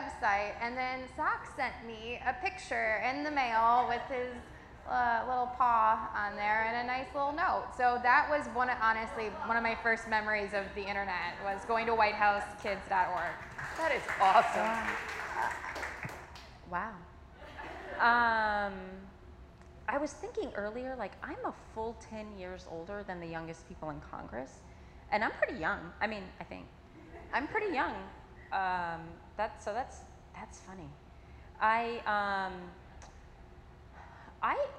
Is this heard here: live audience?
yes